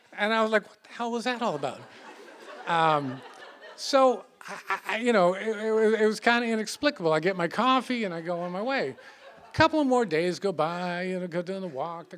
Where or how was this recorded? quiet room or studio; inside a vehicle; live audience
live audience